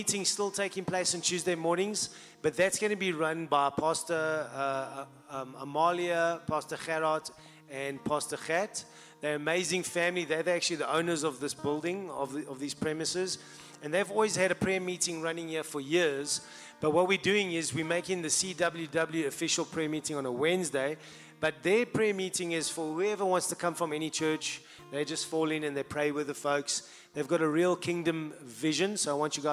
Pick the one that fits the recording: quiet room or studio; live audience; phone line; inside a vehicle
live audience